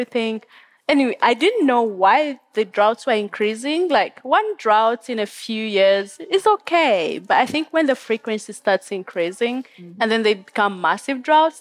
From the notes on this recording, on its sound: This Nordic Talks episode is the second of five special podcast episodes, recorded at COP28 in Dubai.